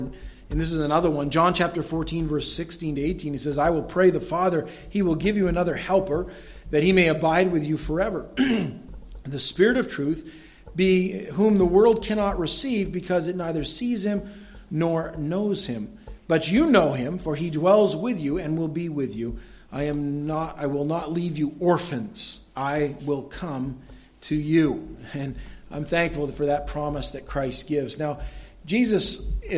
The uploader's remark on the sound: was delivered at Madawaska Gospel Church on the morning of August 14, 2016